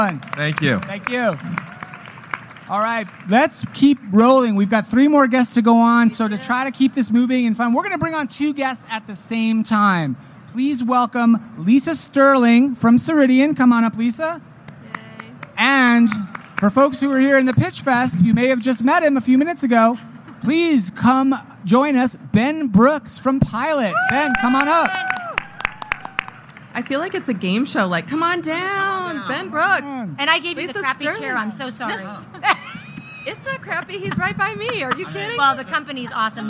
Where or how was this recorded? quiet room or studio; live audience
live audience